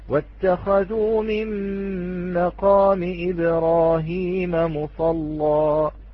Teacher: عندما تقرأ بالفتح غلظت اللام، وعندما تقرأ بالتقليل رققت اللام. · كما قرأها ورش رحمه الله، عندما نقرأ بالفتح غلظنا اللام